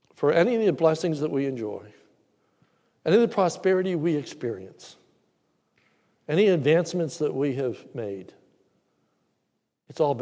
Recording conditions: large echoing room